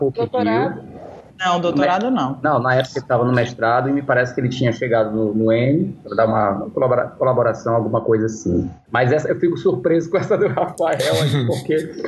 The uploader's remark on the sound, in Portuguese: O bate-papo aconteceu. Via Skype.